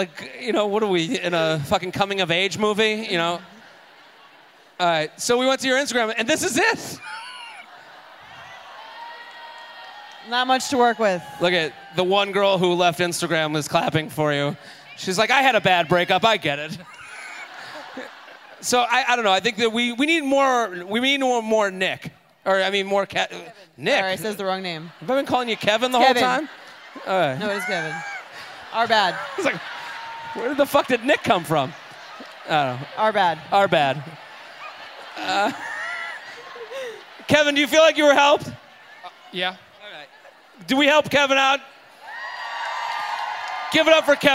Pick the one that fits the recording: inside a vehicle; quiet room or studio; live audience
live audience